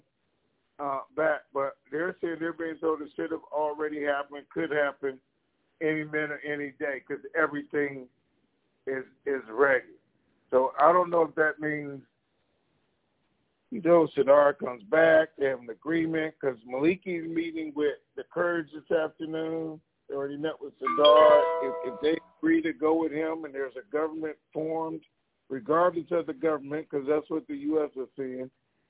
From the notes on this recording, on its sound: Conference Call